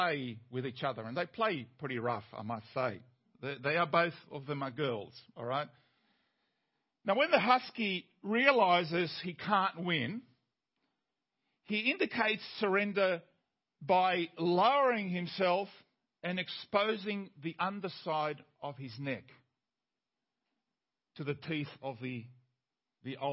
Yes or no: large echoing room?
yes